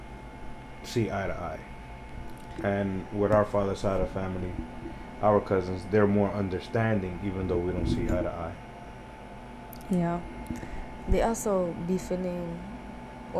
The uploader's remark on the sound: I decided to release the first EVER episode I recorded alongside someone. Did not want to release this episode because of how trash the audio was.